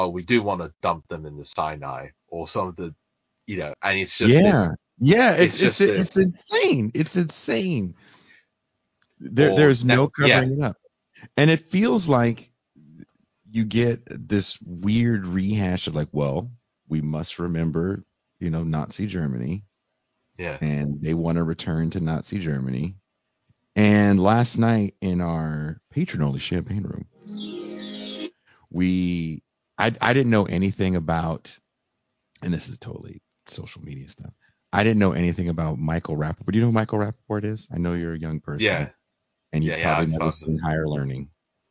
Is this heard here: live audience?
no